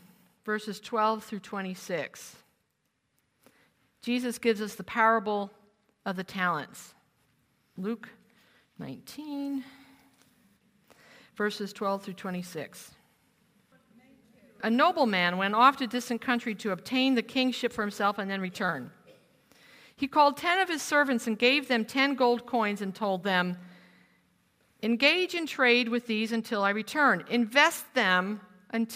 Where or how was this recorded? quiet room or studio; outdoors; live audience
live audience